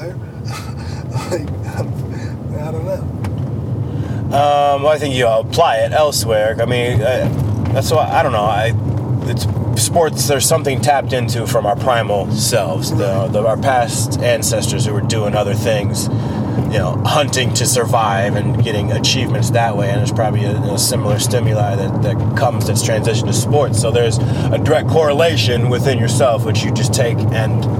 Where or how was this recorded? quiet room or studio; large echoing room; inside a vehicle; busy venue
inside a vehicle